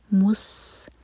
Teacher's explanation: مس سین پر سیٹی والی آواز